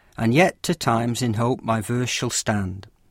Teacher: This meter is simply an ordering of the da-dum, da-dum, da-dum rhythm into a line of 10 syllables · Term: iambic pentameter